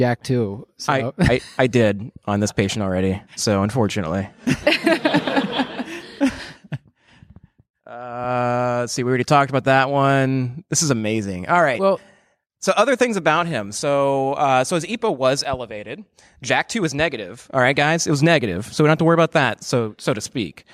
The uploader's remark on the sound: LIVE! We recorded LIVE at joint grand rounds between Walter Reed NMMC and Uniformed Services University.